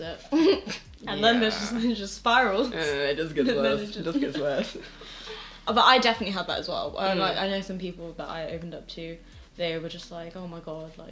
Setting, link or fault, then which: fault, sounds in the background